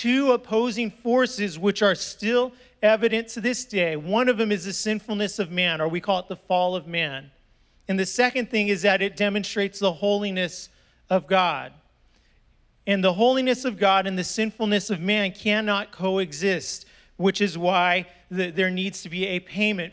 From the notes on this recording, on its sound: was preached on December 5th at the 10AM service